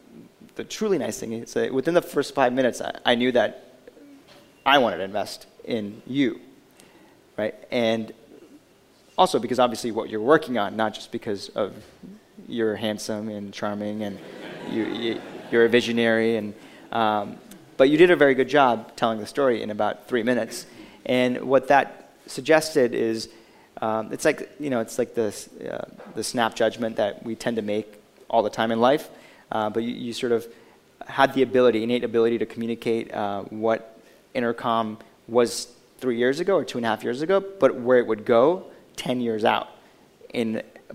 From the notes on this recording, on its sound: Recorded live at the Intercom on Capital event.